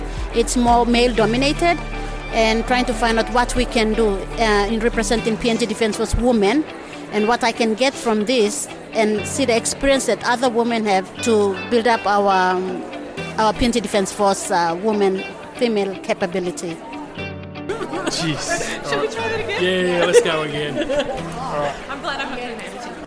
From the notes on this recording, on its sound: Hosted by the ANU National Security College, the Women in National Security Conference is a forum on the participation of women in Australia’s future national security policy and practice. Was recorded on the first day of the conference.